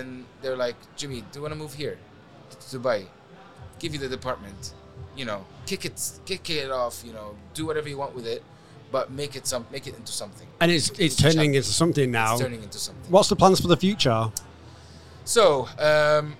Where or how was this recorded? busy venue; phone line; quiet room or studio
busy venue